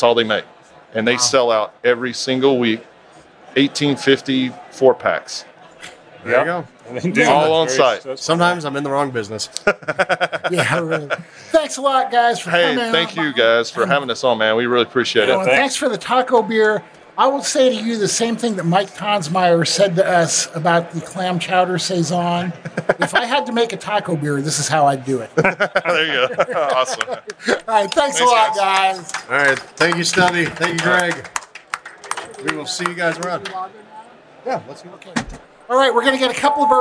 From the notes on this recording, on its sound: Live in Beervana. In this special live episode.